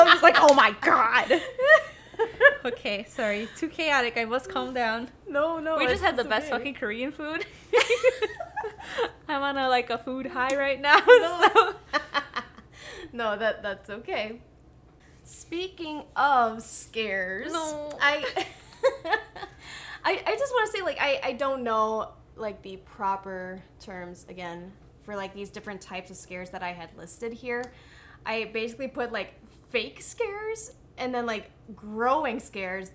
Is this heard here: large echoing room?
no